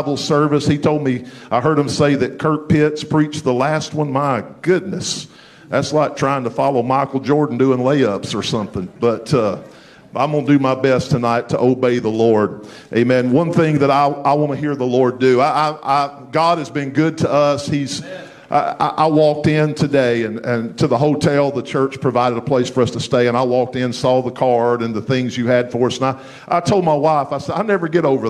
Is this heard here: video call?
no